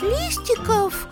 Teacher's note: мы пишем букву «в», а произносим звук «ф»